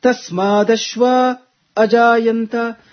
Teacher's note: to indicate that there is no sandhi between these two words, tasmadashva ajayanta, a slight pause is given